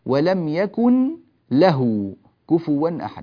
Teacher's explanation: والثاني إدغام يعني الحكم الثاني من أحكام أقسام الإدغام هو الإدغام بغير غنة، ويكون مع اللام والراء، فتذهب ذات النون وتذهب غنتها بالكلية